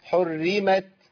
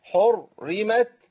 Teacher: يبقى عندي الحاء مرققة والراء مرققة والميم مرققة والتاء مرققة الكلمة كلها مرققة · Shown in: first take